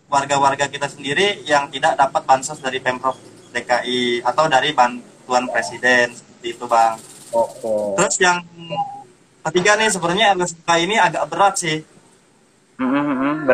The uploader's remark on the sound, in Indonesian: Podcast ini merupakan obrolan kami di live instagram